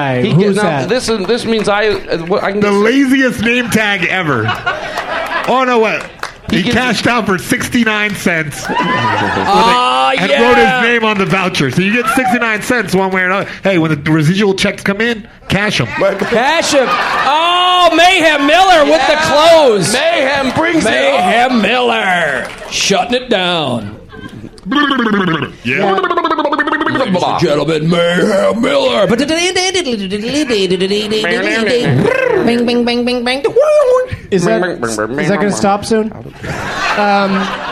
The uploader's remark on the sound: Recorded live at the The Louie Anderson Theater at Palace Station Hotel & Casino in Las Vegas, Nevada.